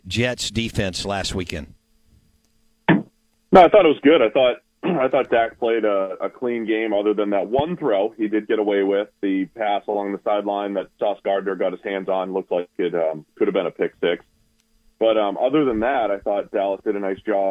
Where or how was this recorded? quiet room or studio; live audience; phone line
phone line